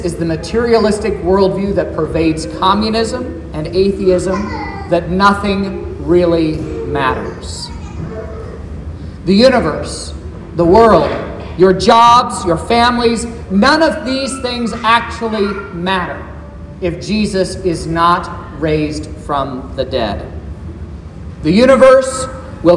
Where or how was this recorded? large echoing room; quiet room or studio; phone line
large echoing room